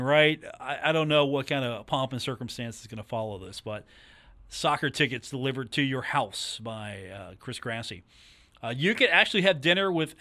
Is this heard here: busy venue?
no